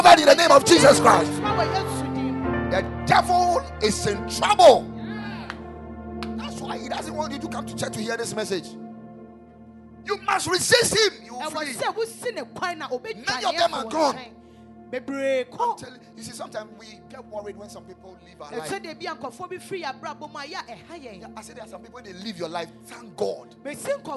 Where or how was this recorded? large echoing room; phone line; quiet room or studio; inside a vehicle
large echoing room